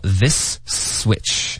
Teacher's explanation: 那两个丝的音连着一块 · Term: 连读